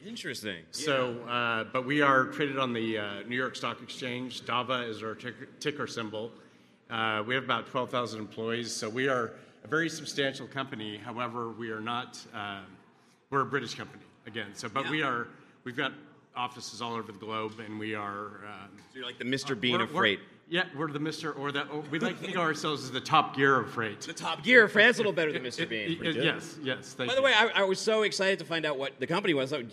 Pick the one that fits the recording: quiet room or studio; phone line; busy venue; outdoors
busy venue